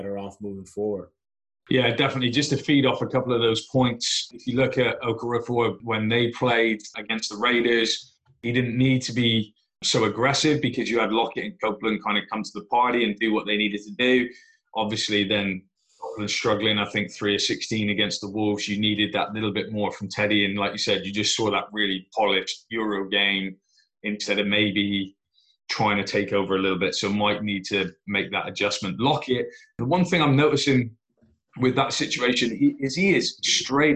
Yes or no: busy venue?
no